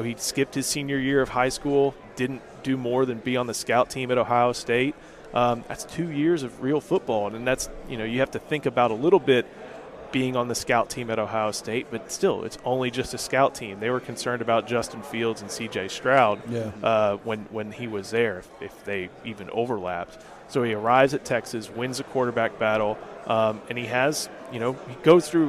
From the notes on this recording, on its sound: at 2023 SEC Media Days live from Nashville Tennessee